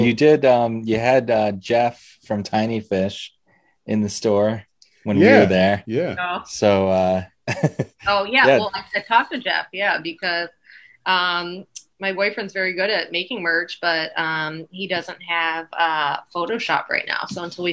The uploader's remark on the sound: Recorded Live on Zoom 5/10/2021